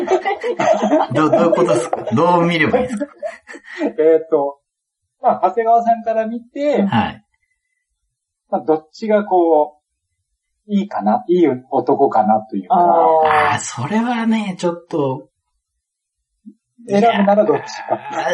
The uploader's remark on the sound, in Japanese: 今回は、収録環境の関係で音声が悪く、お聞き苦しいところもあるかと思いますが